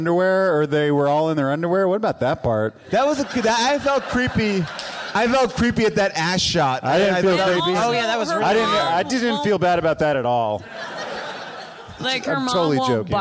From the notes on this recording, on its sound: Recorded LIVE at Largo in Los Angeles